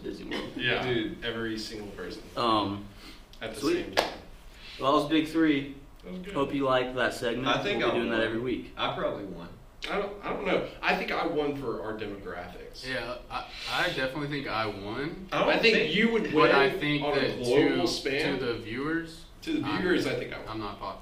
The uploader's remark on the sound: We forgot to plug in the mics.